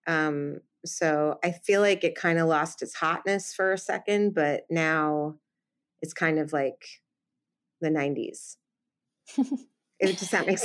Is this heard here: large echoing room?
no